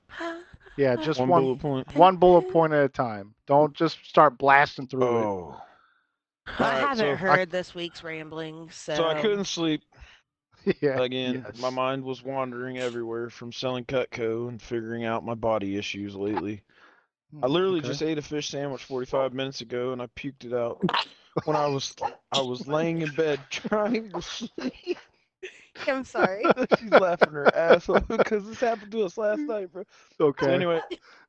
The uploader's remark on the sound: I'm driving